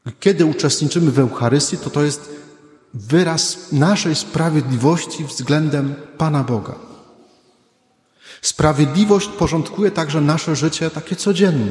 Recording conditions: large echoing room